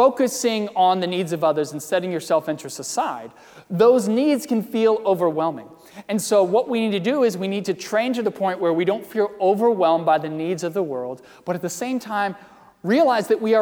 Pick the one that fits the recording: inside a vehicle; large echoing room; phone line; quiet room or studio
large echoing room